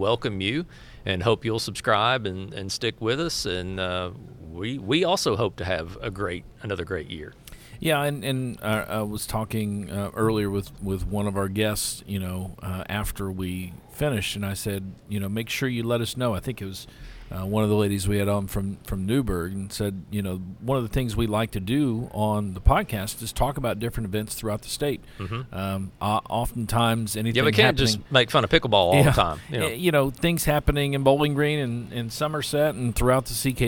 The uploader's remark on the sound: It’s a special AUDIO-ONLY edition of GSMKY! This was our first-ever remote podcast, recorded on January 27, 2024 at the Kentucky Tennis Weekend Community Development Workshop at the Hyatt Regency in Louisville, KY. We recorded a lot of great interviews with CTA representatives and some USTA staff.